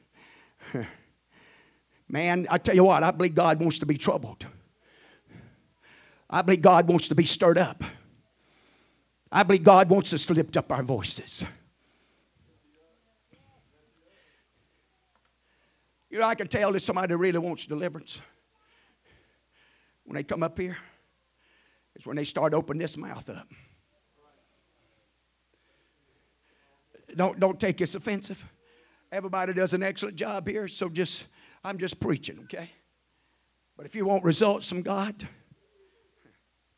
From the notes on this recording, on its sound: at the First Jesus Name Church of Benndale on the Sunday night